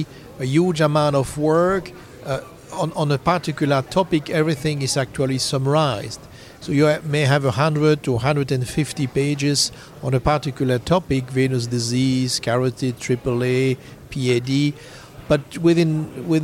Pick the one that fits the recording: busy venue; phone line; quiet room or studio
busy venue